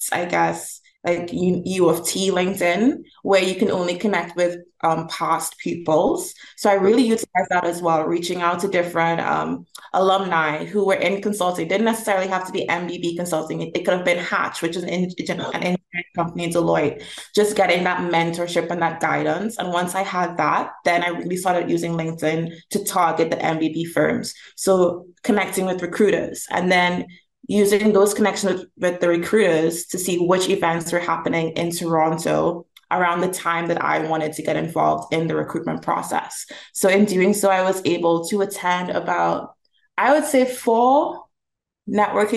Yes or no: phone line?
no